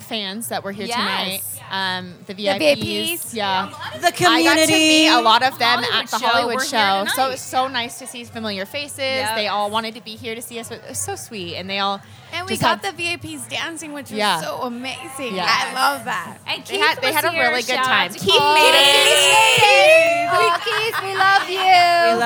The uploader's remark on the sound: Our final recording from the Rogue Bunnies Mansion 2.0 Party, from Vegas back in September. This episode was recorded after 2a (the party started at 8:30p).